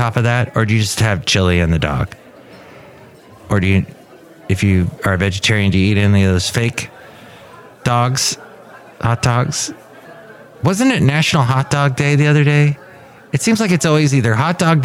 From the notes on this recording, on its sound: podcasts live from Café Anyway